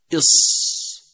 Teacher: يخرج حرف الصاد من طرف اللسان مع ما بين الثنايا العليا والسفلى وأقرب إلى السفلى، ولا يلامس رأس اللسان الثنايا بل يسامتها ويستعلي أقصى اللسان، وهو من الحروف الأسلية نسبة إلى أسلة اللسان أي ما دق من طرف رأسه. · ثالثا الاستعلاء، فيستعلي أقصى اللسان عند نطقه فهو حرف مفخم